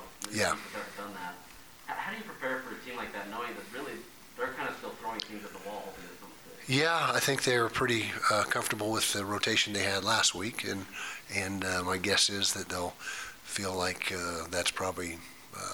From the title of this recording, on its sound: press conference